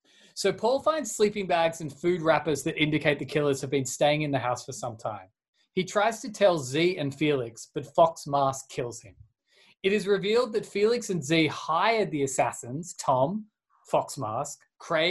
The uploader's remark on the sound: Separate but together (via Zoom).